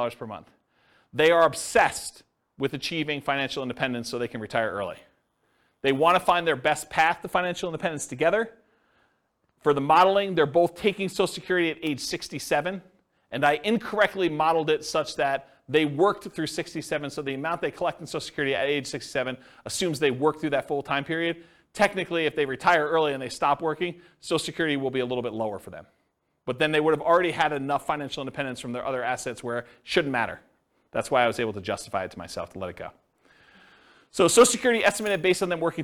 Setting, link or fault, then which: setting, live audience